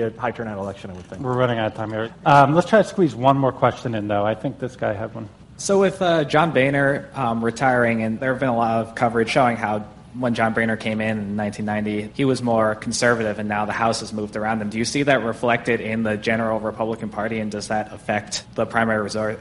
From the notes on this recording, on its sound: as part of an Advertising Week panel